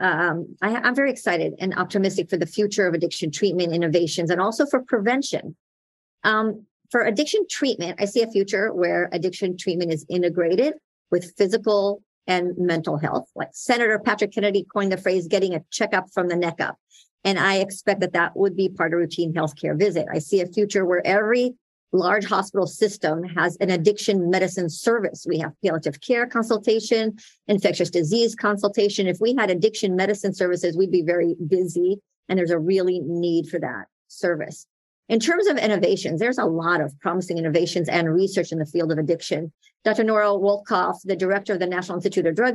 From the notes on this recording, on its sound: This podcast is a recording of that Webinar with permission by NOPN.